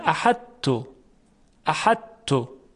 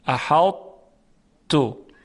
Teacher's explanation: ببینید، اگر میخواستیم ادغام تام انجام بدیم، مثلا در مثال احط تو، اگر تام بود میگفتیم احط تو، احط تو، اما اینطور ادغام نمیتونیم بکنیم چون حرف تا حرف بسیار قوی است، نمیتونه کامل ادغام شه در حرف ت · Shown in: second take · پس صفت اطباق و درشتی صدا باقی میماند.